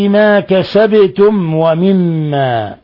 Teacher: وميم ساكنة بعد حرف الواو الحكم التجويدي إظهار شفوي بل هو من أشد حالات الإظهار الشفوي